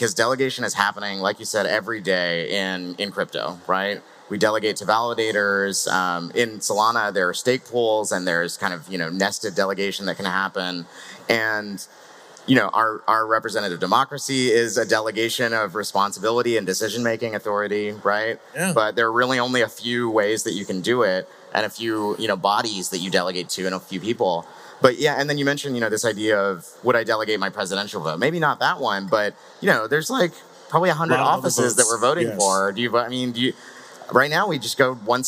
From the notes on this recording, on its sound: Live from Breakpoint 2021